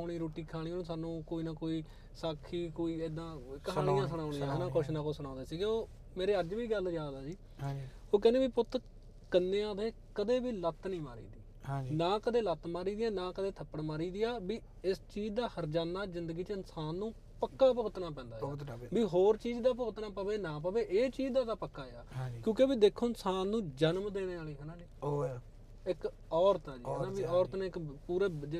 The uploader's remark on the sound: GOSSIP ON ROADS TORONTO is a Canada based interview channel, we work with the concept of doing interviews/gossips in the car. We steer on the streets with an incredible conversation with our guests( full safety precautions).